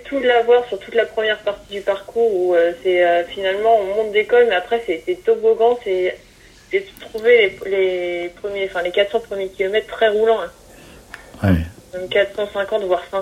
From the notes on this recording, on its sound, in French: j’ai appelé par téléphone